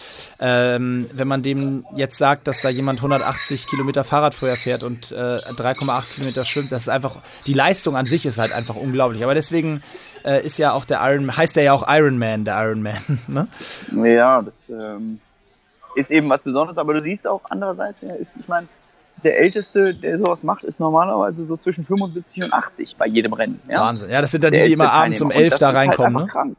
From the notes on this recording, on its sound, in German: Für die Podcast-Aufnahme ausgerechnet am Flughafen auf dem Weg nach Taiwan.